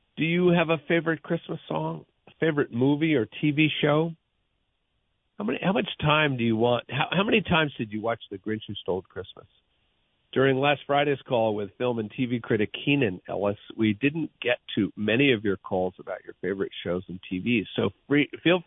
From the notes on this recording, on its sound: Listener Phone Calls. Takes calls from his listeners.